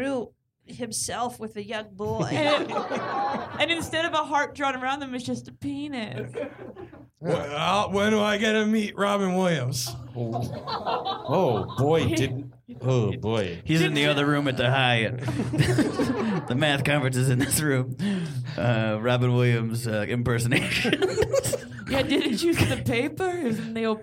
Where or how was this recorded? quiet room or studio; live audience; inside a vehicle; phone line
live audience